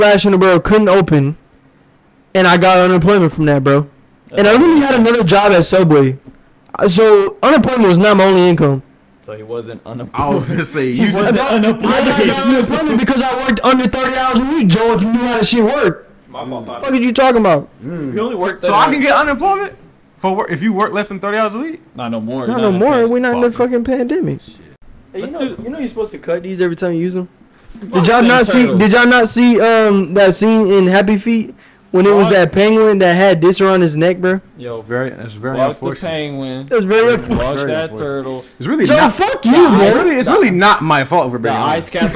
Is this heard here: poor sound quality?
yes